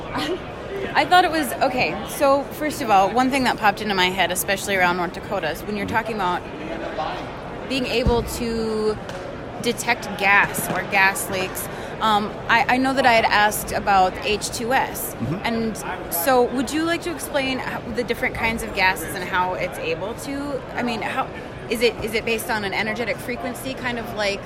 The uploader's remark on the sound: The interview was conducted at the Williston Basin Petroleum